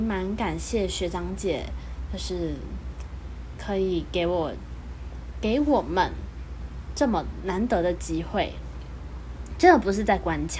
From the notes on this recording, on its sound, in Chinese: 這集家庭錄音室聽到的窗外的車聲呢。